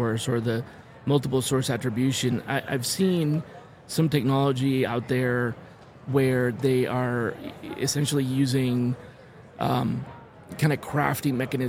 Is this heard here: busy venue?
yes